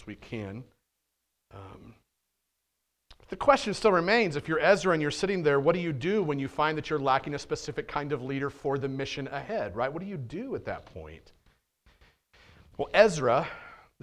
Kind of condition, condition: setting, large echoing room